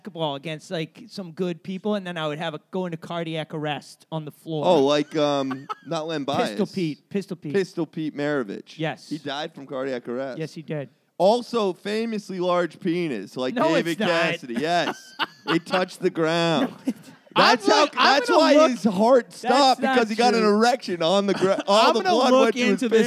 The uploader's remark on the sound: We did an episode live at the 730 Tavern. The audience was laughing too but its difficult to hear.